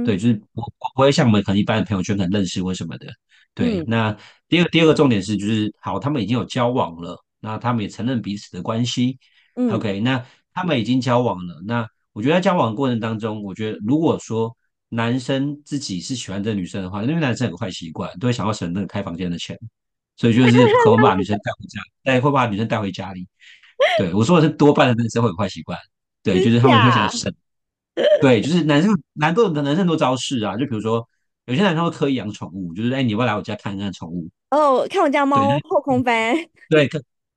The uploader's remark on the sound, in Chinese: 這集因為我們是遠端用zoom音頻錄音的，所以音頻有些重疊